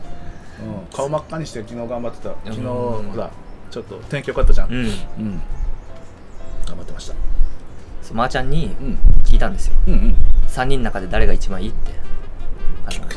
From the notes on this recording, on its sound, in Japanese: 奄美大島5日目。外で収録しているため、途中風によるノイズがあります。